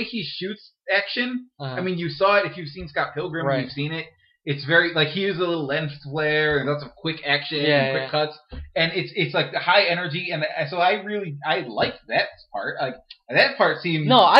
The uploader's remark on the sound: Apologies for the quality of the audio this episode. Trying to break in this new mic.